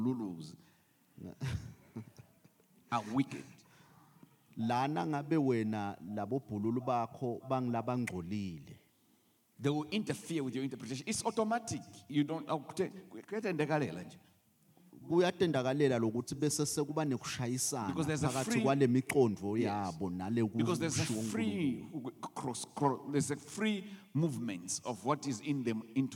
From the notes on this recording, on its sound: The Message Was Recorded Live at The Apostolic Hub.